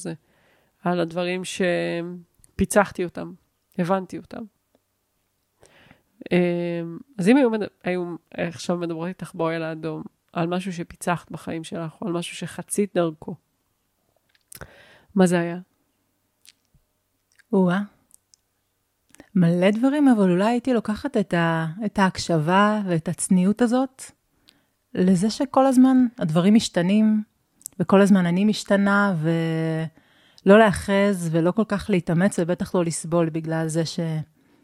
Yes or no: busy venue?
no